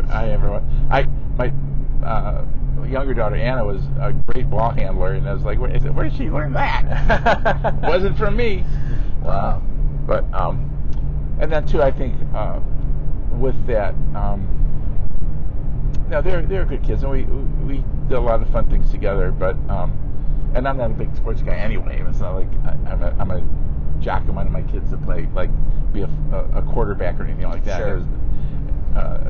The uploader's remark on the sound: I apologize in advance for the audio quality, and I hope to get some better mics before my next big interview.